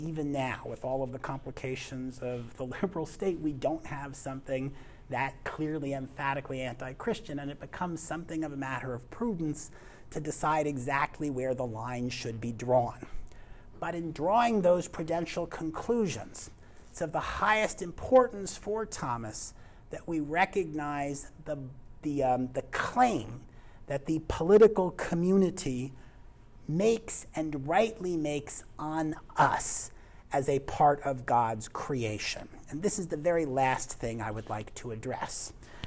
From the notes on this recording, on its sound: This lecture was given on November 7th, 2023, at University of North Texas.